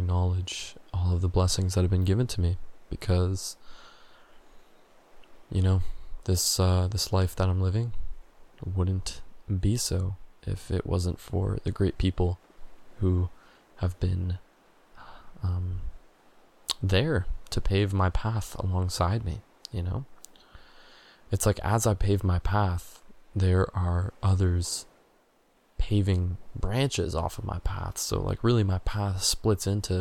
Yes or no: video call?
no